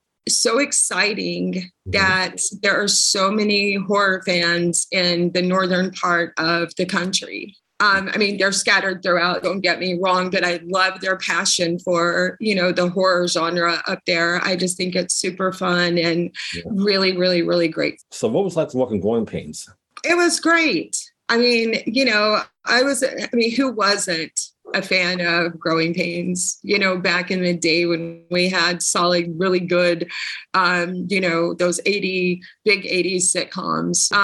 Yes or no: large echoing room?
no